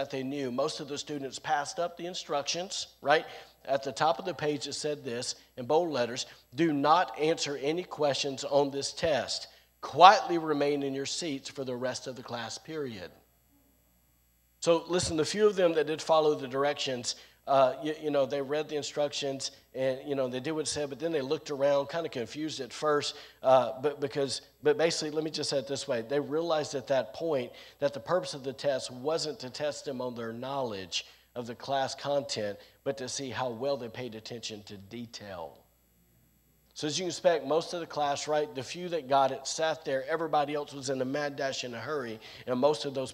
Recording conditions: large echoing room